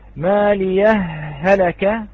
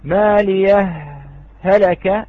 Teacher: وعلى الإظهار يترتب السكت، لابد من السكت، لأن لا يتأتى الإظهار في هذه الكلمة إلا بالسكت · Shown in: second take